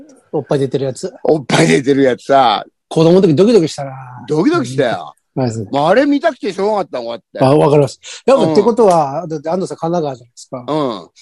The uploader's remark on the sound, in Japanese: ZOOMで収録